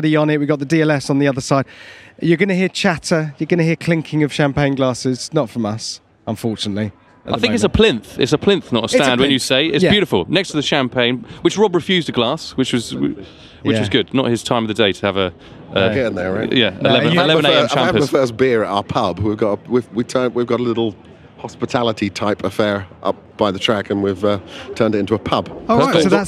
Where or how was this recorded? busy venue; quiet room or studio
busy venue